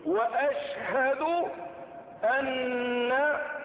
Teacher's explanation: وفيها النون المشددة فتأخذ الغنة بمقدار الحركتين